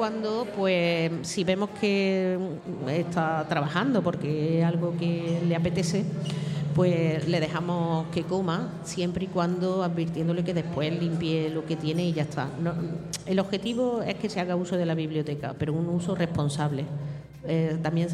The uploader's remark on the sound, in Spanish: El alumnado de 4º ESO ha grabado un podcast en directo en la entrada de nuestro Centro con motivo del Día Mundial de la Radio.